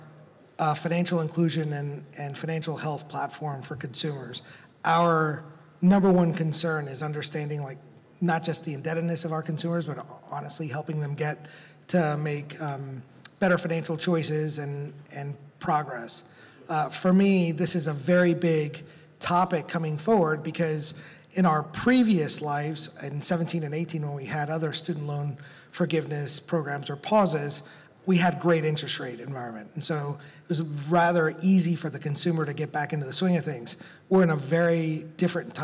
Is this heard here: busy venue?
yes